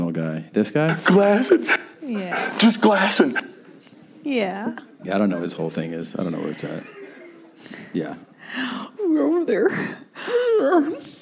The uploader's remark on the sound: This is the second live podcast we did on this evening at The Irvine Improv.